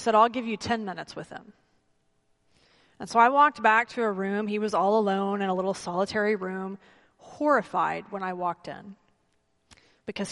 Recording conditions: large echoing room